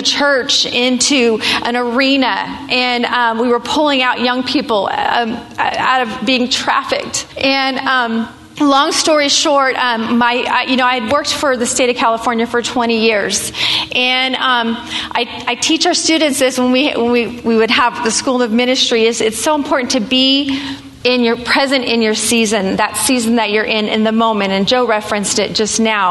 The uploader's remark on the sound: Live recordings at this year's RISE conference at the Mission Church in Vacaville, Ca. As part of the Breakthrough Sessions.